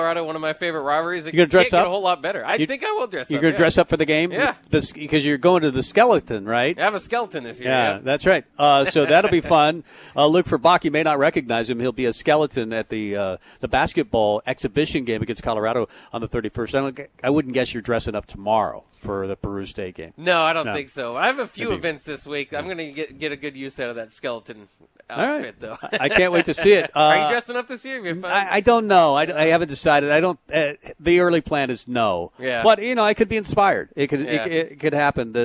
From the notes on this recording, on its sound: Tailgate Tuesday live from Chick-Fil-A.